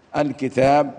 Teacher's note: مد طبيعي لا يزاد عن الف عن حركتين